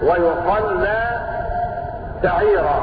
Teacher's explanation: ويصلى بضم الياء وتشديد اللام